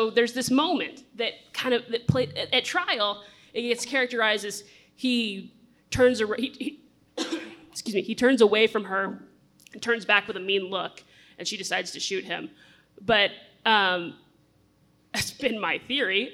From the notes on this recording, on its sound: The panel was hosted by the Center for Public Secrets in Tulsa. Listen to the event audio, and hear the audience Q&A.